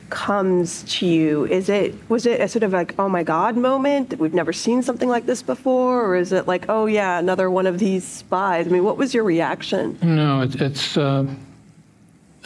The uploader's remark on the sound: Coming to you directly from the stage of the International Spy Museum. We hosted a live panel discussion in collaboration with our friends at Goat Rodeo.